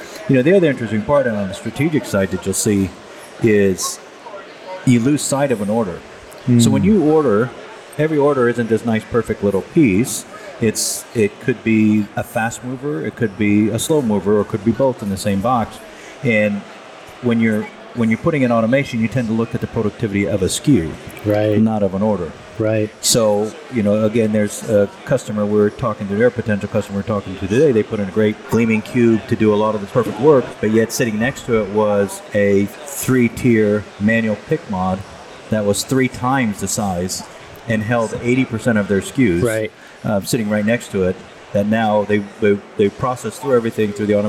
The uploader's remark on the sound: On location at MODEX 2022